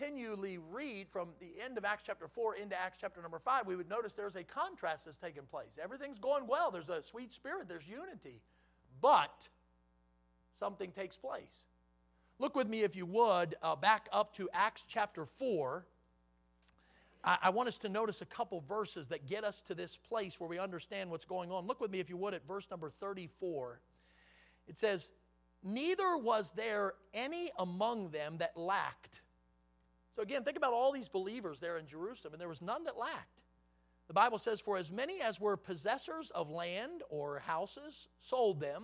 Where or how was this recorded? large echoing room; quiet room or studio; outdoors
large echoing room